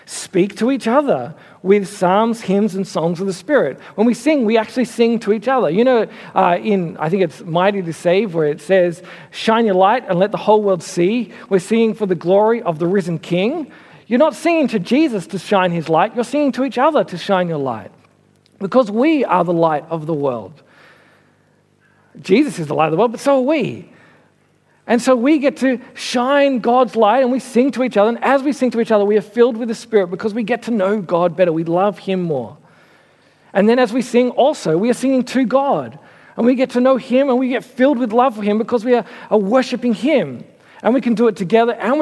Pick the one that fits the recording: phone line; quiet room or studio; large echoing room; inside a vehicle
large echoing room